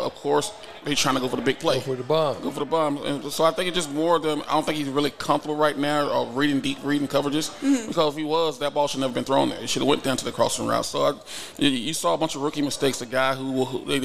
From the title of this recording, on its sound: The Run Live at Hurrdat Sports Bar & Grill